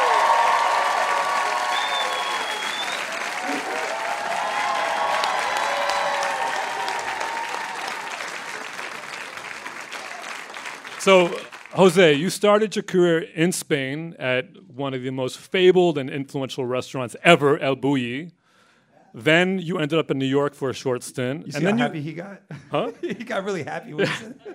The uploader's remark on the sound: a live taping of What's Good